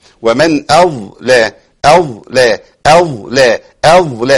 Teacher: ما تنفعش خالص الضاء ساكنة اي حرف ساكن لازم اديله حقه والضاء من حروف الرخاوة بيمشي فيها الصوت